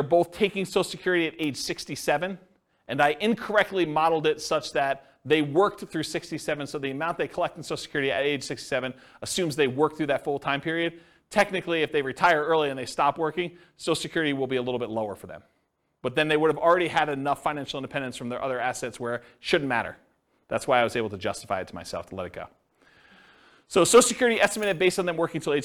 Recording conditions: live audience